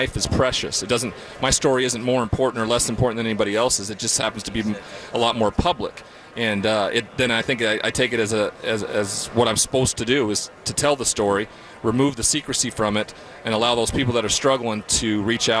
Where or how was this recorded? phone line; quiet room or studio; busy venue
busy venue